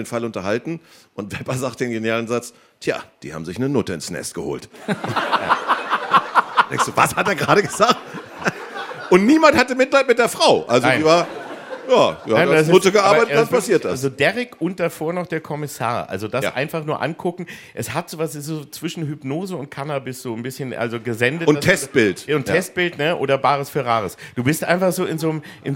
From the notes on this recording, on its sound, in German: vor Publikum